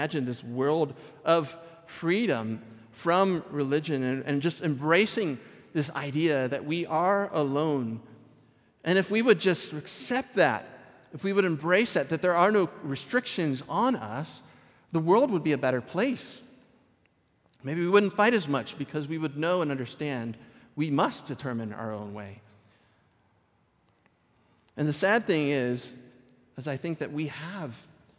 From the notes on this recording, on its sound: Recorded at our Sunday gathering in Port Orchard WA on June 4th 2023.